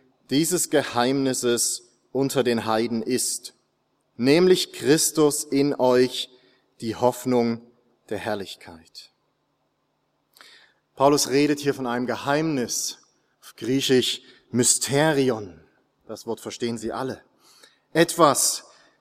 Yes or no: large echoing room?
yes